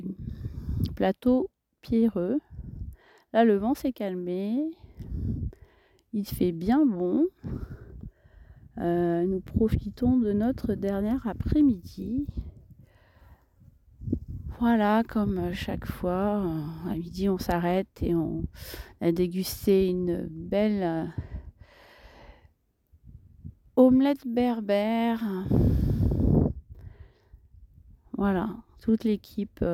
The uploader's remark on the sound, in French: Compilation des audios enregistrés lors du trek d'octobre 2023 dans le désert de Zagora